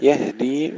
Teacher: نسكن الهاء مع الهمس بدون قلقلة